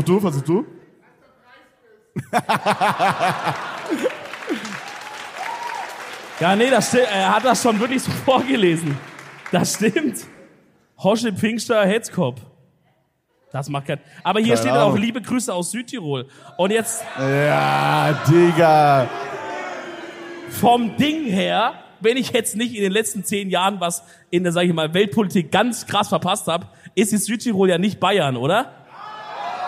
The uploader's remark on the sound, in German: München 2023. Zum letzten Mal sind wir heute live auf der Bühne und bringen unsere EDELTALK Tour 2023 zu einem würdigen Ende.